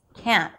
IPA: kænt̚